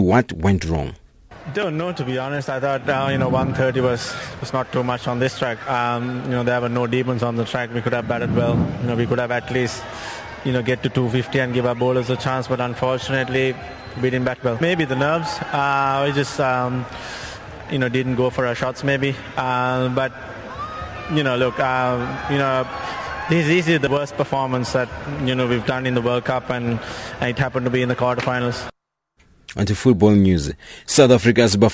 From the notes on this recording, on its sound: We continue our live broadcasting at the Second Annual Public-Private Dialogue Forum On Infrastructure Projects to be held in Rosebank, Johannesburg South Africa